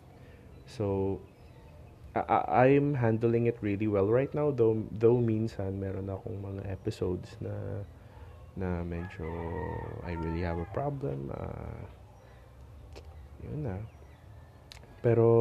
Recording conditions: sounds in the background